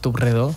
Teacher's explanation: En lloc de v, d, g, al final fem p, t, k. · Term: ensordiment